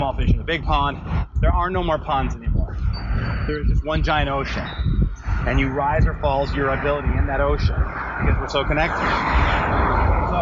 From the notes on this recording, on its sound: Terrible sound quality and early thoughts.